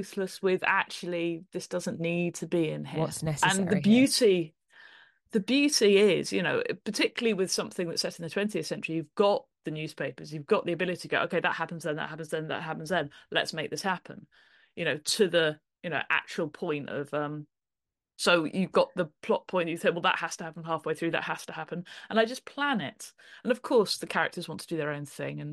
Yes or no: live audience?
no